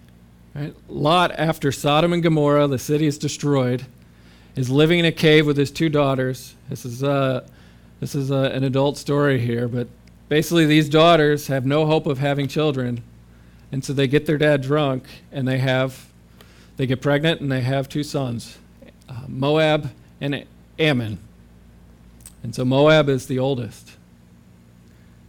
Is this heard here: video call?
no